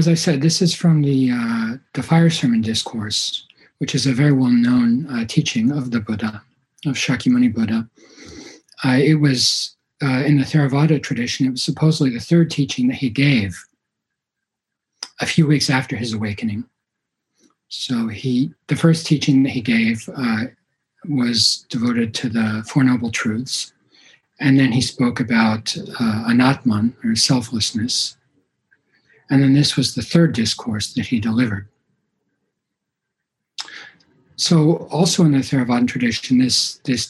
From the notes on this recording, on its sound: Zen Mountain Monastery (Via Zoom).